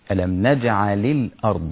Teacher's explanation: ألف الوصل تبدأ بها ولا تنطقها في الدرج، يعني أثناء البداية تقول الأرض ما بتقولش الأرض، إنما إذا وصلتها بما قبلها ألم نجعل الأرض، راحت فين الألف؟ راحت، ذهبت الهمزة عند الوصل أي عند الدرج · Term: ألف وصل